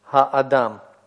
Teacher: Здесь не требуется открывать этот слог, и так понятно, что он открытый. Метик здесь выполняет только функцию вторичного ударения.